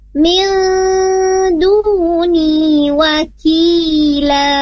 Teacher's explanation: nun mati ketemu dal, di sana hukumnya adalah ikhfa. Mil ditahan dua harokat.